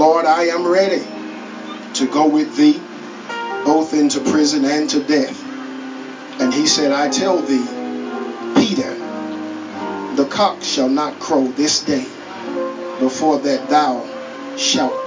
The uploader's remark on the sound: at Countyline Baptist Church in Ruston, LA